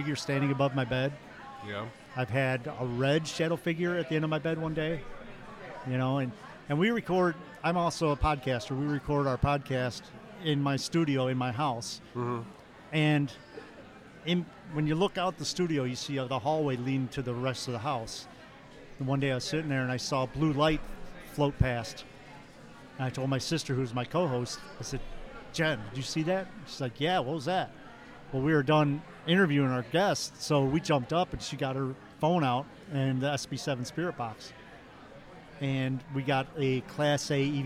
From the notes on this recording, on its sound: This episode is a special edition coming live from the ParaUnity Convention at Miami County 4H Fairgrounds in Peru, IN. We are joined by several guests from local investigation groups.